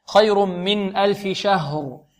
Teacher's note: والراء مفخمة، لأنها لما وقفنا عليها سكناها، وقبلها مفتوح